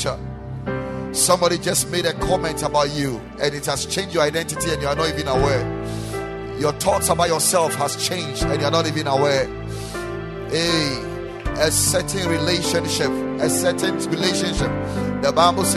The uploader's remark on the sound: Preached at the Ekklesia Chapel